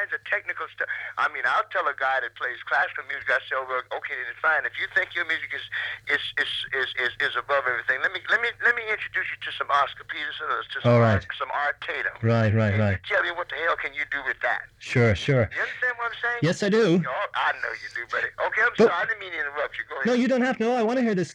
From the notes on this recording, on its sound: This was only a phone chat